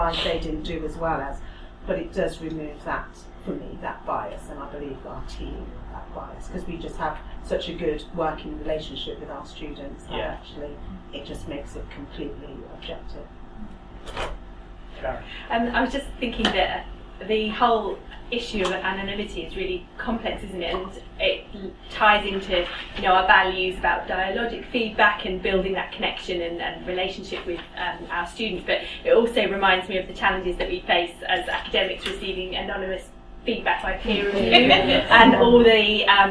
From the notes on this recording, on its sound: Speaks at SRHE Technical, Professional and Vocational Higher Education Network Event - Developing Feedback Literacy: Key Challenges and Future Horizons.